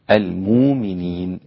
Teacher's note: المؤمنين بالإبدال، نبدل الهمزة هنا واوا